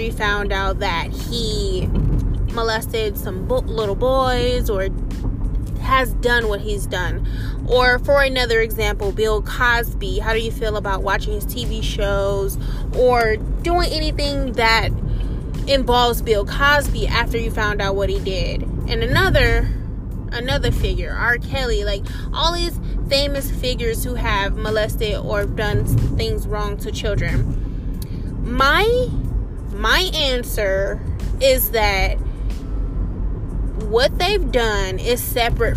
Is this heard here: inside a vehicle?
yes